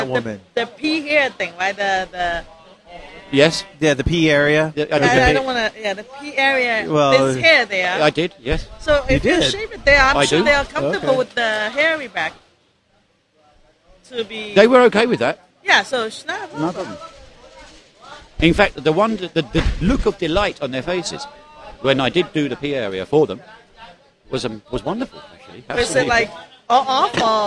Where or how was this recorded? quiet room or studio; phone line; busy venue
busy venue